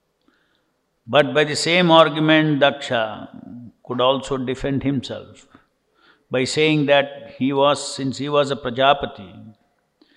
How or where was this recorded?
large echoing room